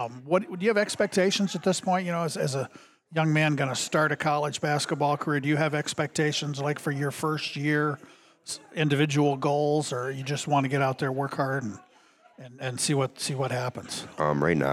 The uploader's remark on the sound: Live at TCO